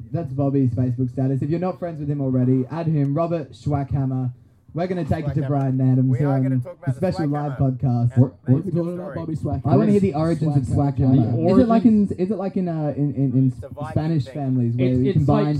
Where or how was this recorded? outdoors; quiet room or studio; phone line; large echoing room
outdoors